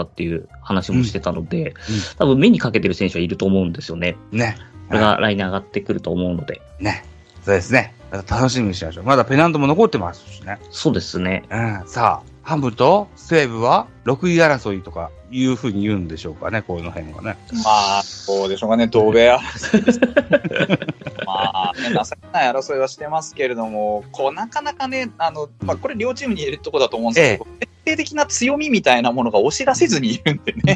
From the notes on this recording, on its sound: Skype